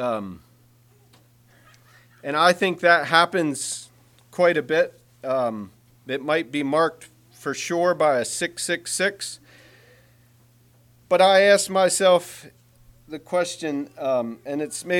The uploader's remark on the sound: Message preached at Word Of Hope